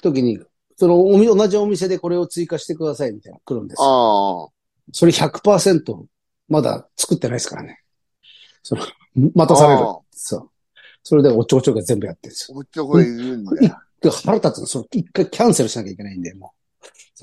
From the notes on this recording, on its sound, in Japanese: ZOOMで収録